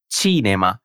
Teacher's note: Essa primeira sílaba é a mais forte